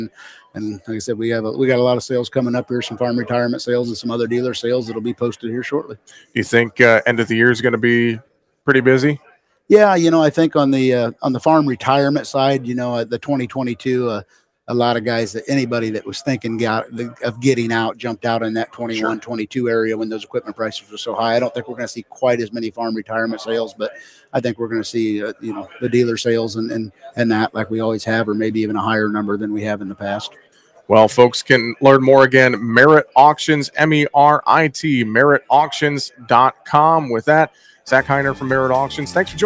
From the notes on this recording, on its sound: Tuesday on AOA, we broadcast live from the Moving Iron LLC Summit in Nashville, TN.